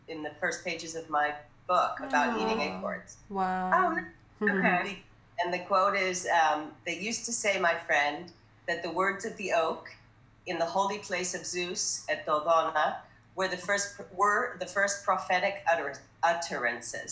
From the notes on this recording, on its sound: We&#8217;ve packed a lot into 38 minutes of Zooming. We’ve packed a lot into 38 minutes of Zooming.